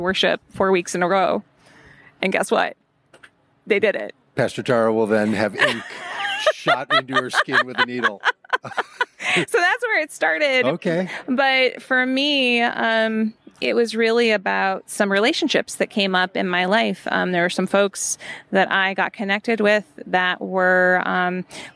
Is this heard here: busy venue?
yes